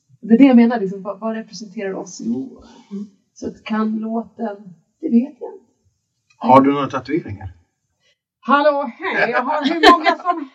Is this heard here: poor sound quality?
yes